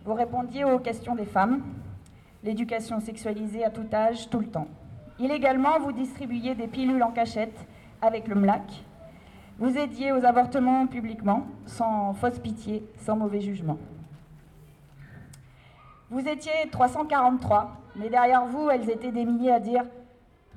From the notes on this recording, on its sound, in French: Captation audio de la déambulation de Rabastens (Tarn, 81) dans le cadre des Journées du Matrimoine. Enregistré avec un Zoom H2N, audio limité et normalisé.